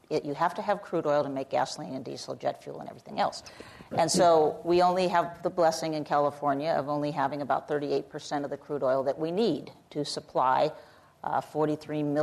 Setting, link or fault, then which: setting, live audience